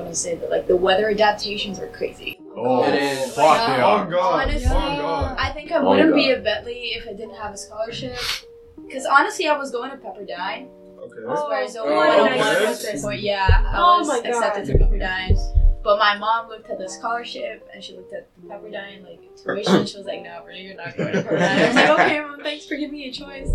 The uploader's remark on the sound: sorry if the audio sounds shaky.